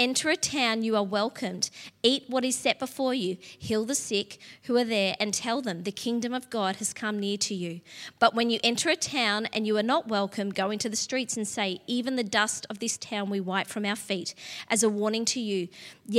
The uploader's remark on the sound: LIVE at Echo Church